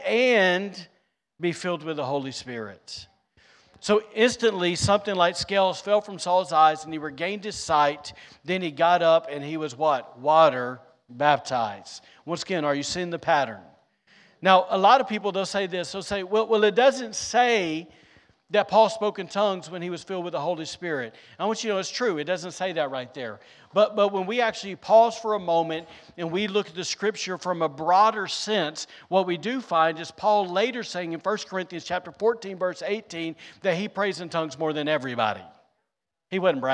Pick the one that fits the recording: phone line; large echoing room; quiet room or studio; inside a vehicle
large echoing room